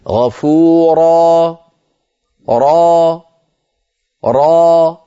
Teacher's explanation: هل لاحظتم الوتران لم ينقفلا، بقي الصوت تخامد وتلاشى